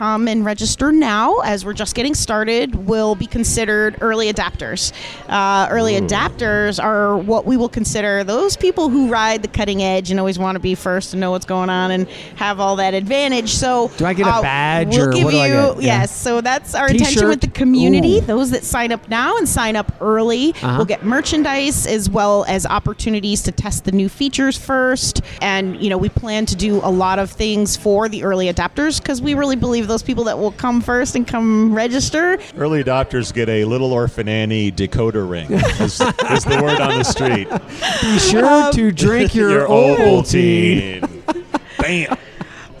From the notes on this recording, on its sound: Live-from-a-bar.